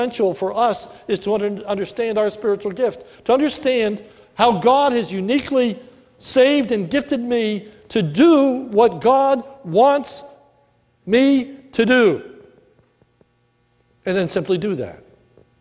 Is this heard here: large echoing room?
yes